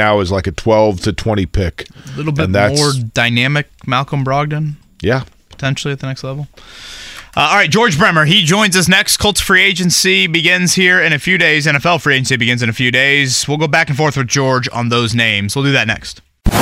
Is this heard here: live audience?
no